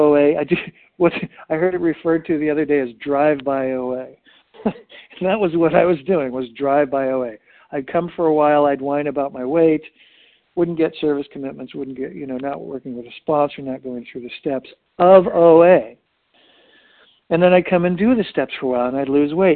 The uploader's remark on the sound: 100 Pounders Phone Meeting